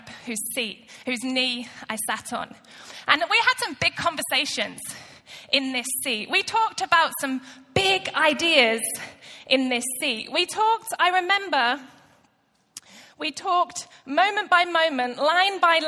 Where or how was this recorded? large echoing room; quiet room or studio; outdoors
large echoing room